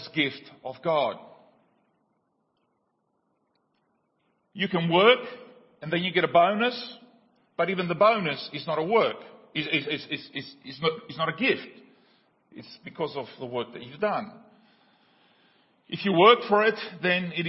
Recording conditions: large echoing room